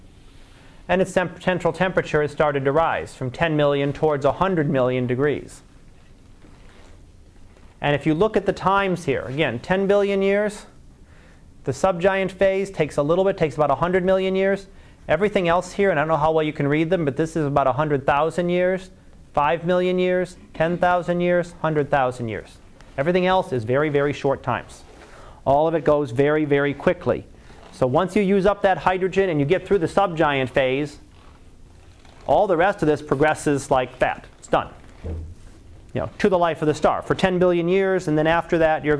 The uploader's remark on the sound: Live Class Lecture